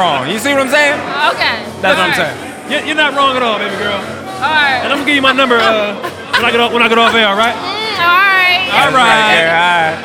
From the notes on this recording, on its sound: LIVE at the TOBH Photoshoot Party. This event also doubled as the Philadelphia Premier for the movie Almost One.